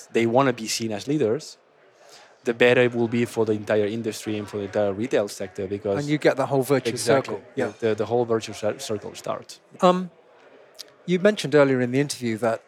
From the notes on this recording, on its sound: Recorded at World Retail Congress 2022.